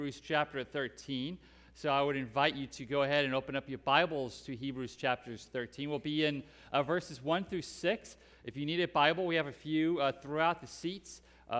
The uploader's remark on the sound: Preached at Hope Community Church, West Salem, WI